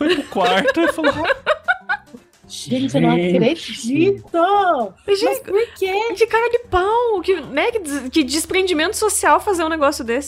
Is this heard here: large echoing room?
no